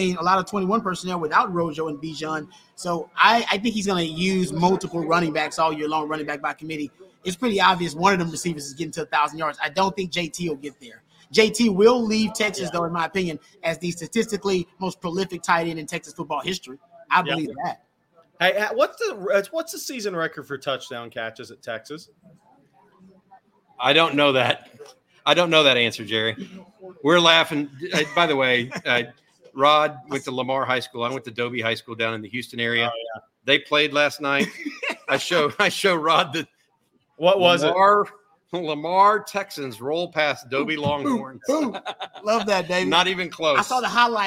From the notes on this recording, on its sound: Longhorn Livestream LIVE from The Co-Op! Is LIVE from The Co-Op talking Texas vs Wyoming.